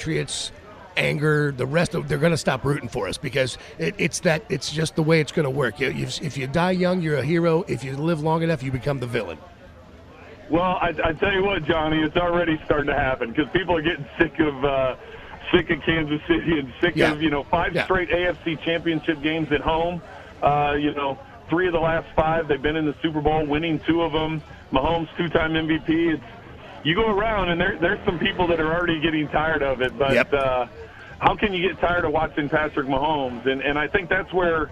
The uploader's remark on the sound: LIVE FROM STURGIS